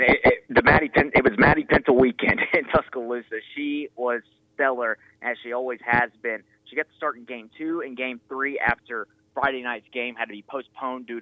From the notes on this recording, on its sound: joins the show on the phones